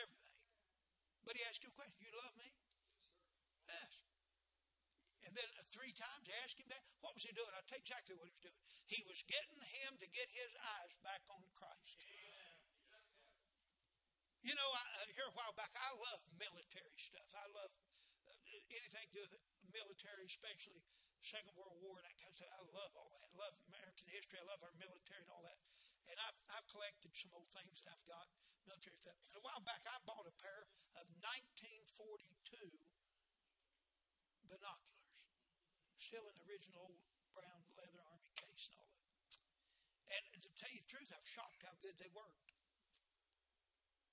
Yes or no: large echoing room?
yes